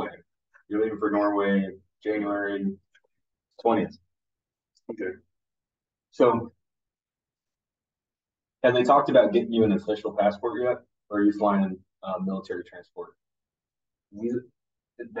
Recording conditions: poor sound quality